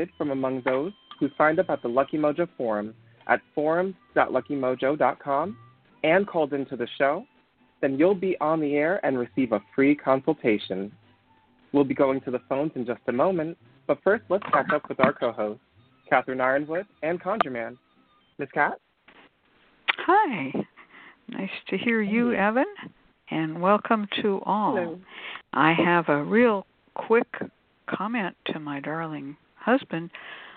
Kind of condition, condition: link, phone line